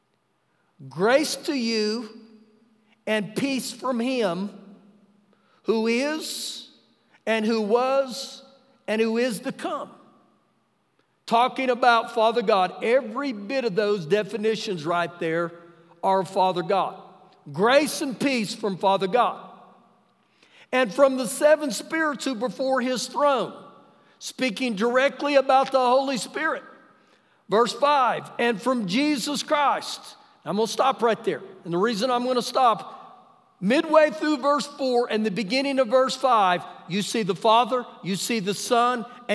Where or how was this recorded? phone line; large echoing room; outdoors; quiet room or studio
large echoing room